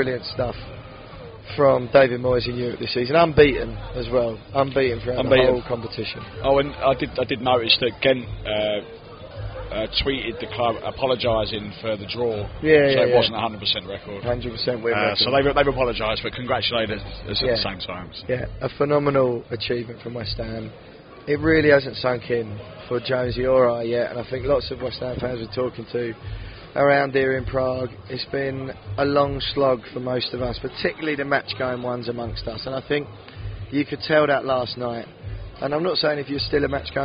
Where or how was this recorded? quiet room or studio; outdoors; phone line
outdoors